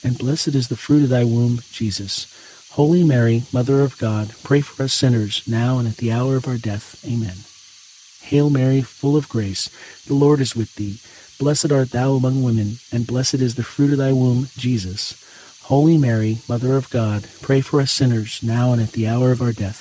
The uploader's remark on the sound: Get closer to nature and enjoy the soothing outdoor sounds of cicadas singing on a warm summer night alongside this Thursday rosary.